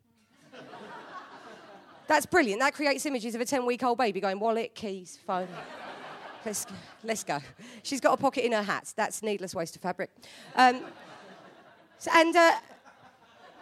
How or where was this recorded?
live audience